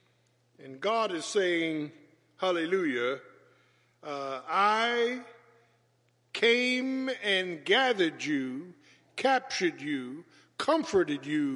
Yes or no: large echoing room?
yes